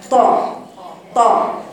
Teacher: طاء حرف شديد يا بناتي، حرف مستعلى مطبق